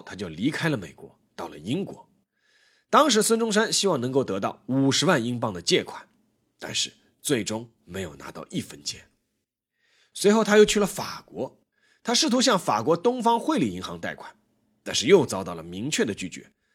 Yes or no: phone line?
no